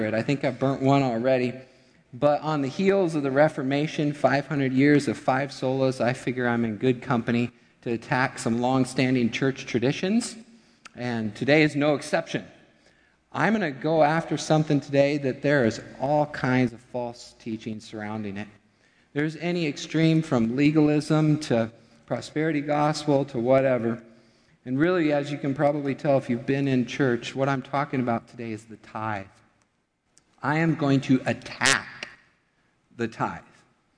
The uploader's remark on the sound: Midland Evangelical Free Church Sermon Audio